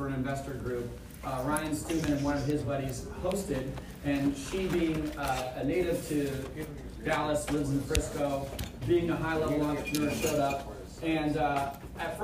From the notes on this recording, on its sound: This episode is recording from a keynote speech I gave in Newport Beach California about culture and scaling your business.